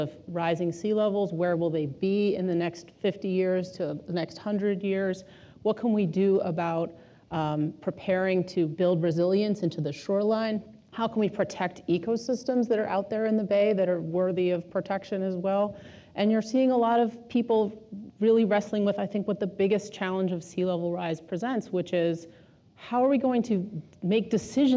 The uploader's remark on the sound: This program was recorded in front of a live audience at The Commonwealth Club of California